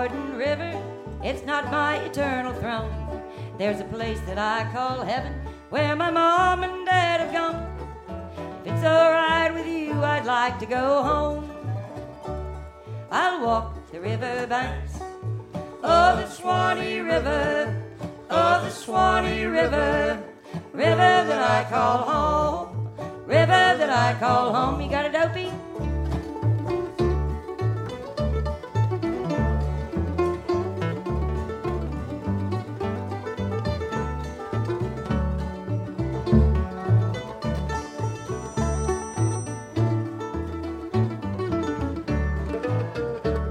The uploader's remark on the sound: 2006 Florida Folk Festival recording by Florida Memory Program, State Archives of Florida.